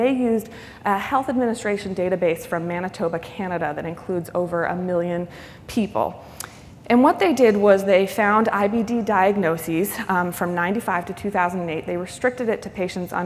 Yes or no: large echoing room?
yes